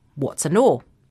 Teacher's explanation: when we have words that end in consonant sounds like warts and, followed by words that begin with vowel sounds like and, or, we link them together so that they sound like one word